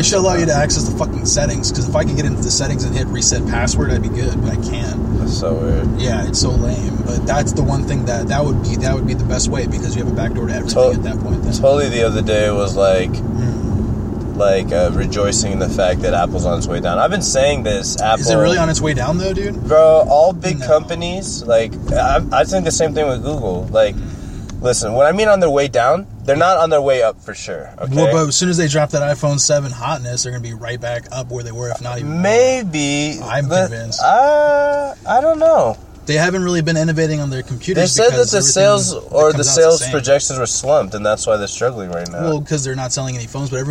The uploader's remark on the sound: jump in the car and get lost again